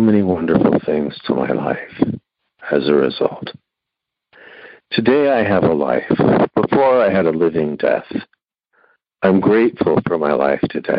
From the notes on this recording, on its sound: Noon Phone Speaker Meeting